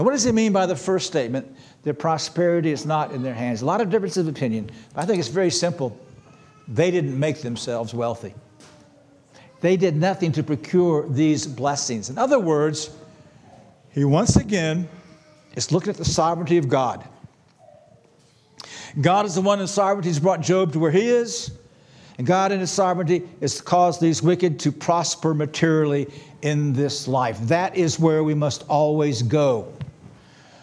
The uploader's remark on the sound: This sermon was preached on March 26, 2023 at Antioch Presbyterian Church. At Antioch Presbyterian Church, a mission work of Calvary Presbytery of the Presbyterian Church in America located in Woodruff, South Carolina.